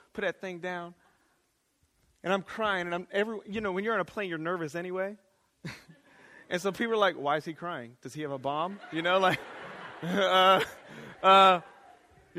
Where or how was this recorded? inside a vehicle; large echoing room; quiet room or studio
large echoing room